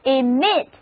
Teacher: emit E-M-I-T 重音还是放在第二音节上